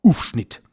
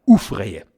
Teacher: Ganz oft wird das Au durch ein U ersetzt